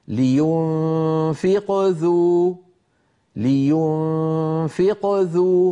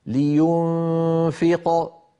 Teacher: فقلقلتها صغرى إن وصلنا وكبرى إن وقفنا · Term: القلقلة